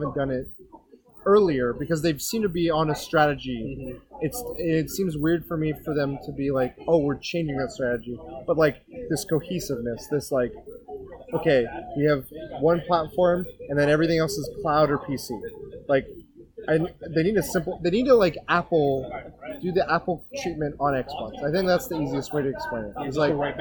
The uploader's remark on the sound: apologies for the audio quality, couldn't fix it in post and we just had to work thru it.